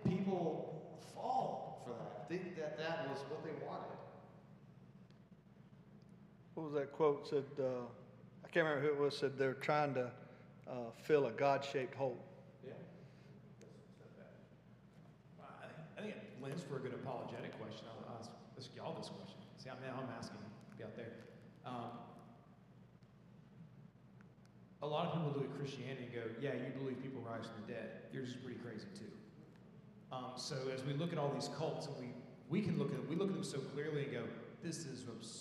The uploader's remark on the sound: Sunday Worship Service - Live stream.